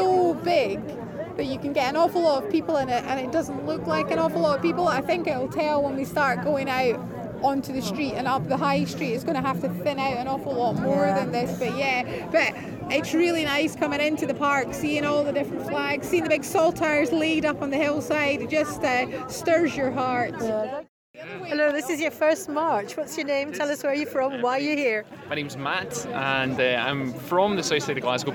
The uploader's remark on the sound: The All Under One Banner Edinburgh march for Scottish Independence. Hear what a train carriage full of tired, happy Yessers sounds like!